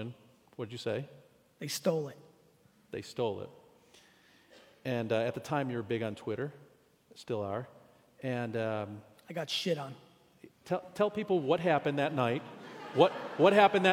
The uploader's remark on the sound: 2019 Keynote at USC. I was so excited and humbled that so many of the USC community came out to hear me speak.